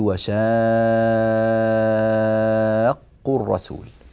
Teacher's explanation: هذا مد لازم كلمي مثقل، مقدار مده 6 حركات، يعني هو من يعني هو في أعلى مراتب المد وأقواها وأطولها، فلا بد من الاهتمام بهذا الأمر وبيان هذه الحركات وإعطائها حقها بشكل جيد.